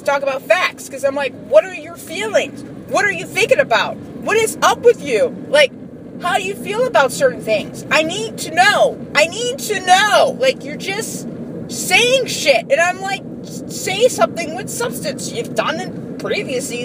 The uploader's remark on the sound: I saw the finale and the next morning on my work commute I ranted and recorded it.